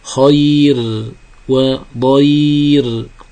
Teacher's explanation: وقبل الراء ياء والياء أم الكسرة فهي تستوجب الترقيق في الراء لجميع القراء